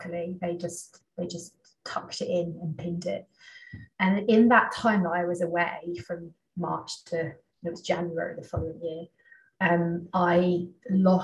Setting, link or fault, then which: link, video call